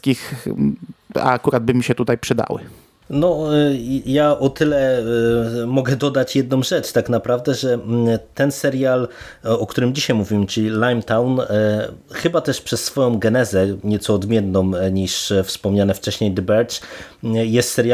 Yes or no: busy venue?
no